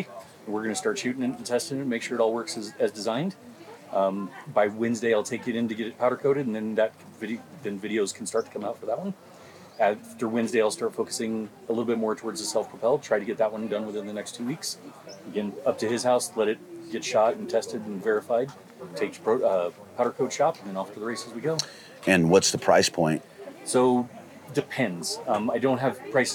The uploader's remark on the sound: Live from Western Hunt Fest.